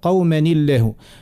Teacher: الكسره هذيك عارضه لالتقاء الساكنين باش تاثر على اللام وترققها · Term: الترقيق